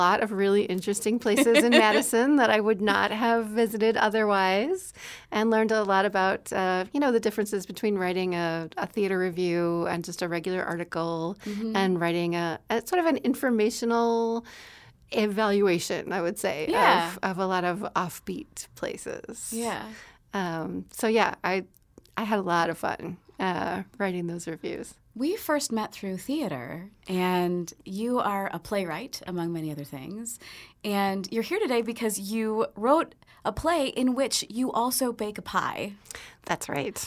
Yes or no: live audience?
no